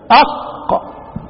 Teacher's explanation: هذا الحرف انفجاري مجهور، القاف انفجاري مجهور